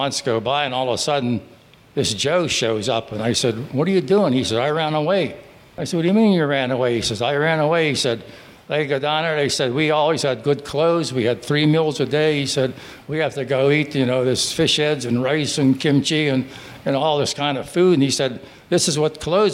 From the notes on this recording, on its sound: Stories and voices of local veterans recorded live on June 8, 2016 at Grazie Restaurant in Wexford, Pennsylvania. Veteran Voices of Pittsburgh Oral History Initiative.